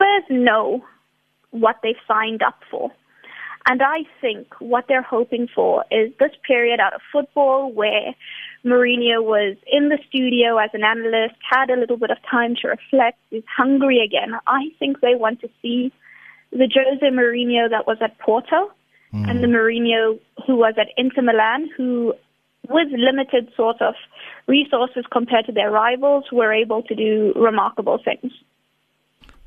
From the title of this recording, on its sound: We are joined on the line